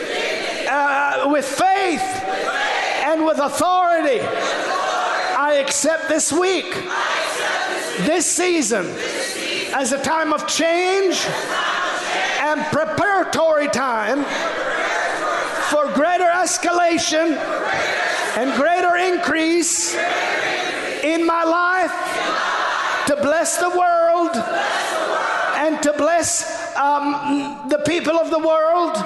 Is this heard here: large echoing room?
yes